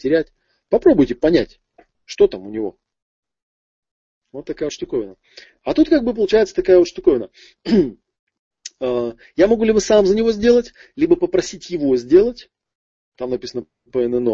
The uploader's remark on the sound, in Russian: Аудиозапись живого вебинара из новой весенней серии.